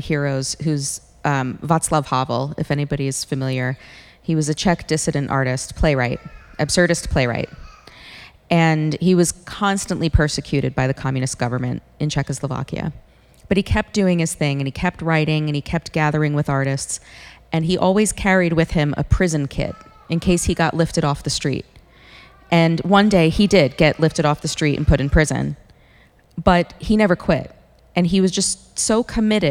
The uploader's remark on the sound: This Artist’s roundtable discussion was recorded live at Loom creative arts event in Spruce Pines, NC.